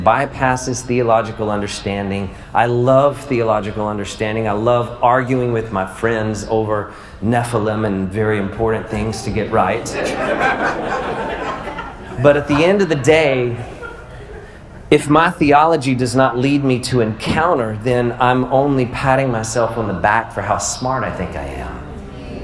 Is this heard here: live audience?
yes